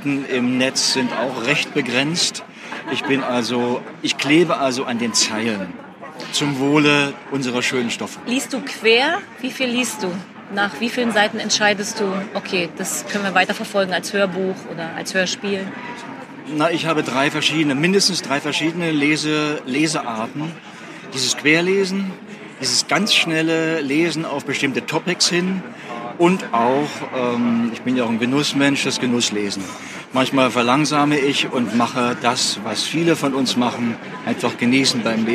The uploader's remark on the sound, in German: live von der Frankfurter Buchmesse